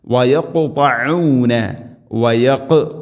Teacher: മിൻ ബഅദി മീഥാഖി, അവിടെ വഖഫ് ചെയ്യുകയാണെങ്കിൽ മീഥാഖി മീഥാഖി കൂട്ടി ഓതുമ്പോൾ മീസാഖിഹി വയഖുതഊന, അവിടെ മീസാഖിഹി സീനായി പോവരുത്, പ്രത്യേകം ശ്രദ്ധിക്കണം. വയഖുതഊന വയഖ് ഖാഫിനെ ഖൽഖല ചെയ്യണം, ശരിക്കും കേൾക്കണം. വയഖുതഊന ത്വാ ഉച്ചരിക്കുമ്പോഴും നാവിൻ്റെ മധ്യഭാഗം അണ്ണാക്കിലേക്ക് ചേർന്ന് നിൽക്കണം.